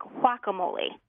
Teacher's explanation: with the Spanish pronunciation, you almost don't even hear that G. It's so quiet. It's so soft. So it's almost like guacamole without the G.